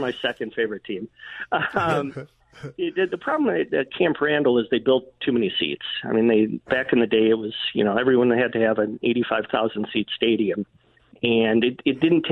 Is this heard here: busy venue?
no